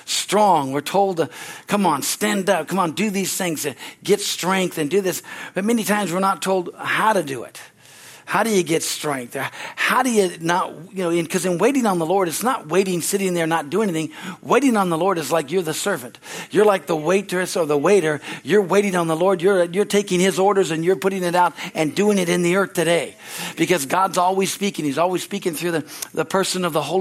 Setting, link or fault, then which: setting, large echoing room